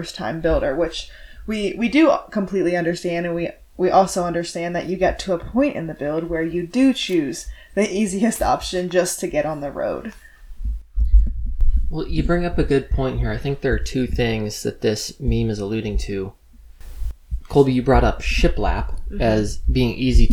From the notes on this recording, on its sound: Stick with us on the crumby audio, we ordered a new mic!